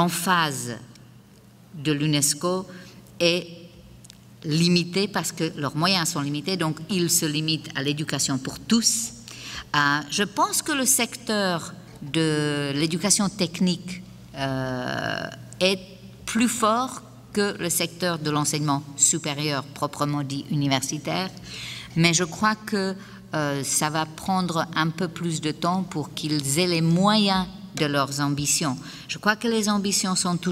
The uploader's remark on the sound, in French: Conférence 501 du colloque 2012 de l'AQPC, à Gatineau.